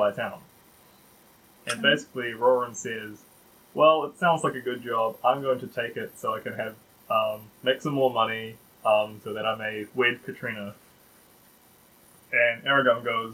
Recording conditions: uneven or low level